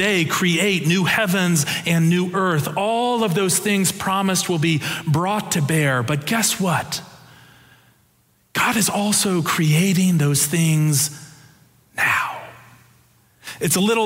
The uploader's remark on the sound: Preached on November 13, 2022 for our Sanctuary worship service